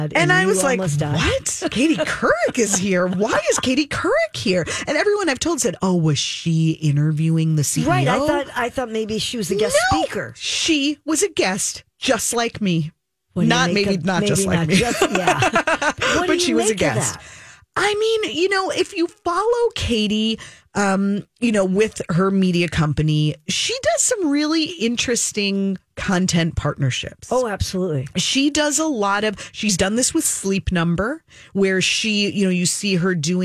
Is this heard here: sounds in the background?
no